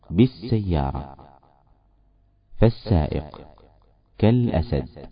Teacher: ولاحظ أن الهمزة في كلمة ال لم تنطق